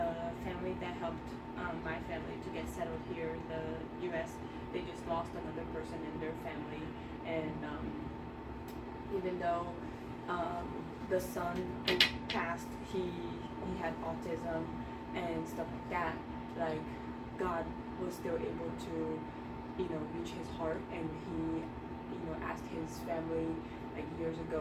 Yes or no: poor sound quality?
yes